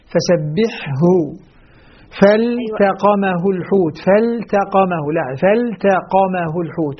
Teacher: لا بد من توضيح الإظهار الذي بين الحروف حتى لا تدغم الحروف بدون قصد. يعني لا نقول فسبحه ما ونضيع الهاء، لا بد من تحقيق مخرج الحاء والهاء. فسبحه فالتقمه الحوت، فالتقمه لا فالتقمه الحوت، يعني هذه الحروف المتجاورة التي هي حكمها الإظهار ينبغي أن ننتبه لها حتى لا تدغم دون قصد.